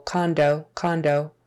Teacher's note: when we say it condo for short, we definitely make that a, a long O